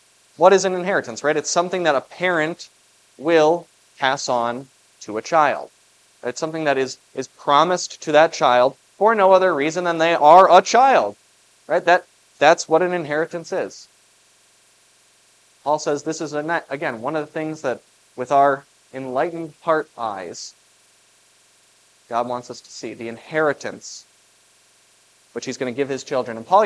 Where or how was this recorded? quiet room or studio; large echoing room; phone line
large echoing room